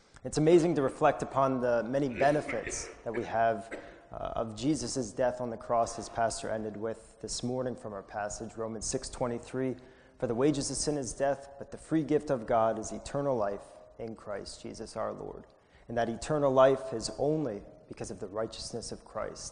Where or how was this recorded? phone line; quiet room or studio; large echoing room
large echoing room